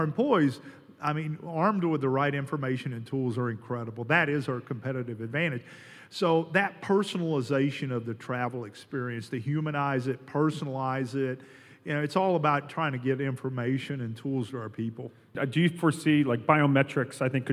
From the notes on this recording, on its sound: As part of an exclusive TPG Reader Event at the Delta Flight Museum, Talking Points went live in front of an audience of more than 200 people.